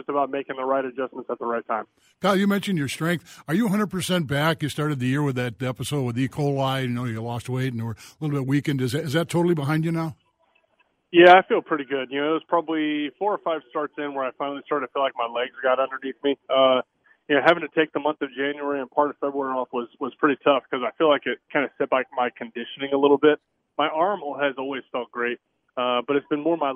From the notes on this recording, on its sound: take phone calls